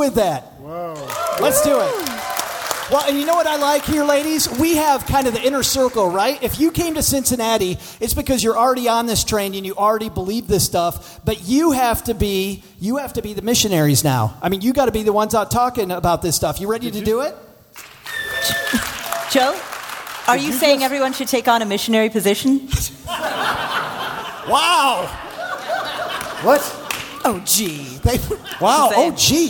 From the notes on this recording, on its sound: LIVE From EconoMe 2021. We are live today from the2021 EconoMe conference in Cincinnati.